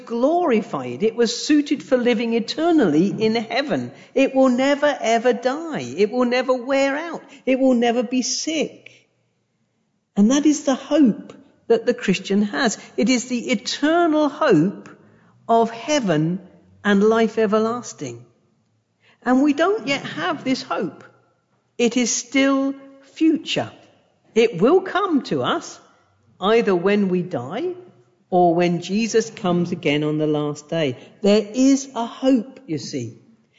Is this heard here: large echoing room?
yes